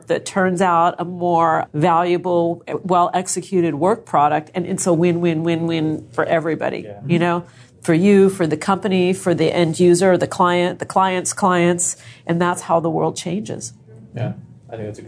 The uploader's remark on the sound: At the Positive Business Conference